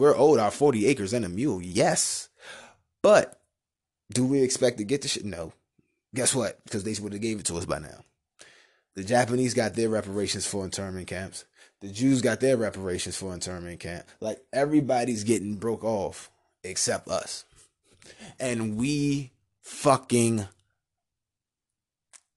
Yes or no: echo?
no